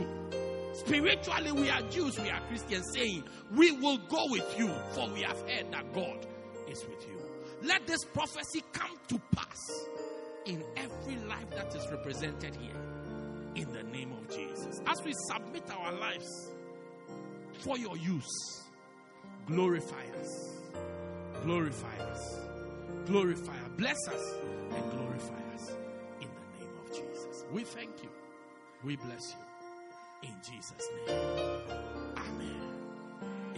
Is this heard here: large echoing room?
yes